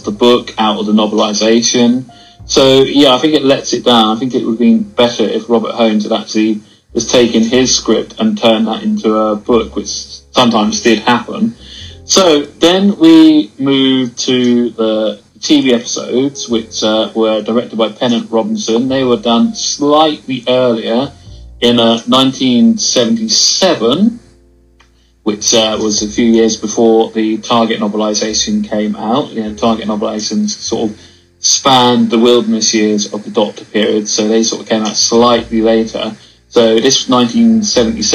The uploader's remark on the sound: I apologise that the sound is not great on Waze but didn’t have a microphone then.